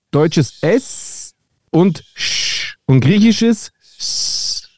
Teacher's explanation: Das griechische, das griechische S ist ja nicht, sondern eher. Das griechische S ist eigentlich genau in der Mitte zwischen einem deutschen S und einem SCH.